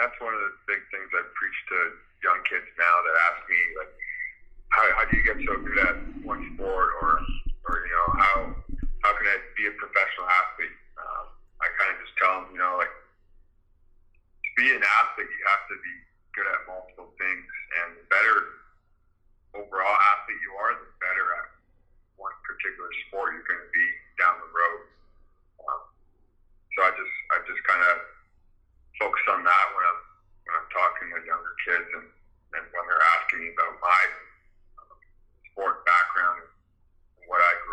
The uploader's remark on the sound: on the phone